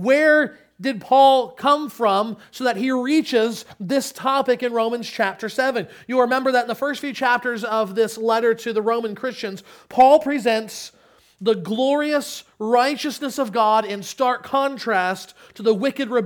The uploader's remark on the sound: Sermon Audio from Crossway Christian Church